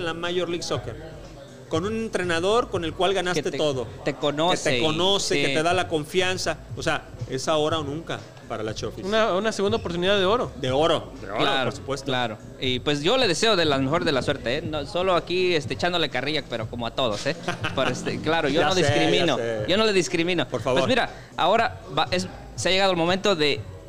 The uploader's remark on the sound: Live from LA. Live from Revolucion Cantina in Fullerton, CA.